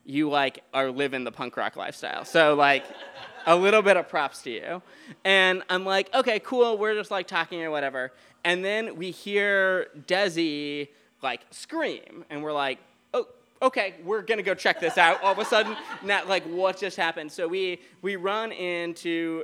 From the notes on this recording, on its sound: A special Listener Lore from our Live 2019 Halloween Show at The Goat House Biergarten!